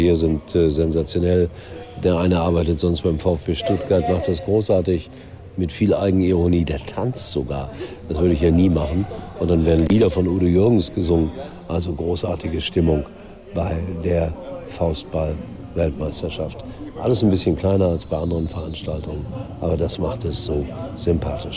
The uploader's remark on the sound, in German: Live von der Weltmeisterschaft.